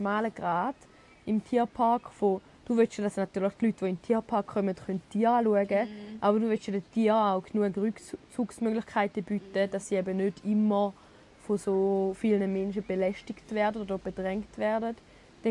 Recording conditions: outdoors